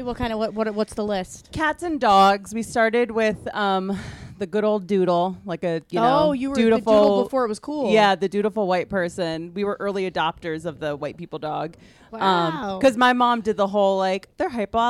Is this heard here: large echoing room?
no